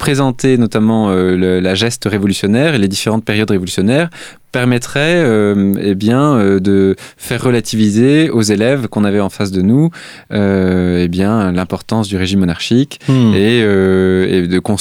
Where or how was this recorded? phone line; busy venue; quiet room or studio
quiet room or studio